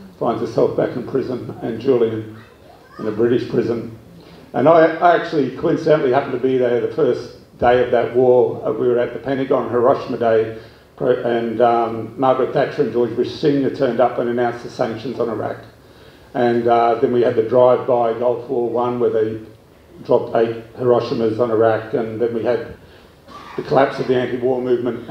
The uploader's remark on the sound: Forum at Kurilpa Hall, Brisbane, on 11 Dec 2019